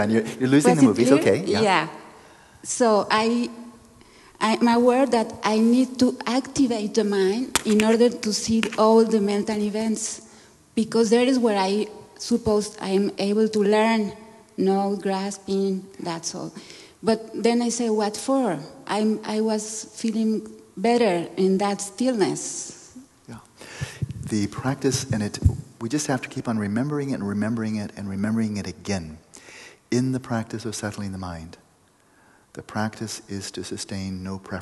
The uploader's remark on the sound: We passed the microphone around so there are a lot people giving their experience and asking their own questions this time.